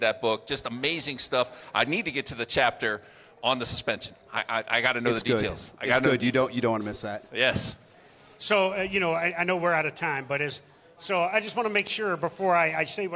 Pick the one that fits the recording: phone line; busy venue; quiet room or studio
busy venue